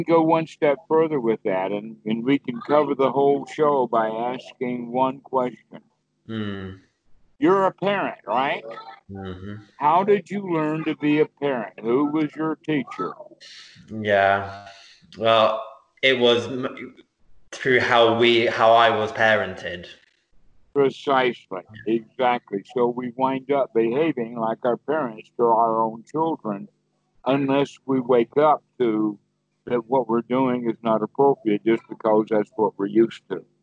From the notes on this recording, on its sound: Skype calls.